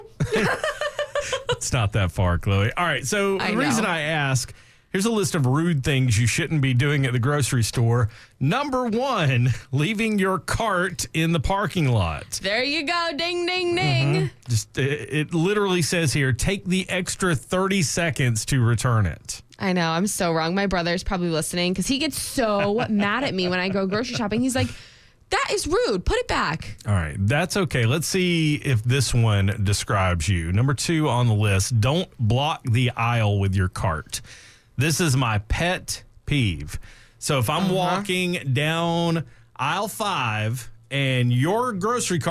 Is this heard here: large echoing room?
no